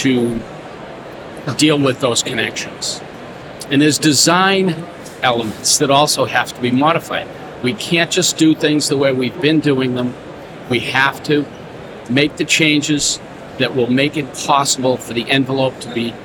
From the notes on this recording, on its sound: a LIVE conversation from the 2023 Greenbuild International Conference and Expo in Washington D